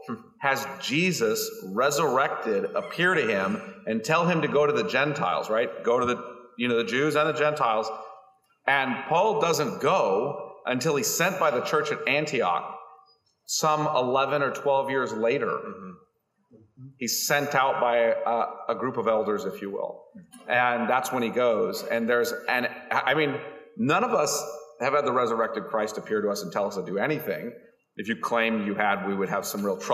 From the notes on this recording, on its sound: panel from the 2021 Radius Missiology Conference